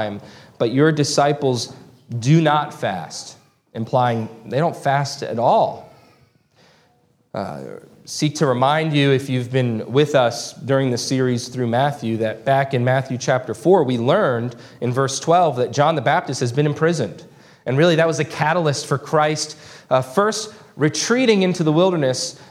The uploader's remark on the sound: This sermon was preached on June 4, 2023 at Antioch Presbyterian Church. Located in Woodruff, South Carolina.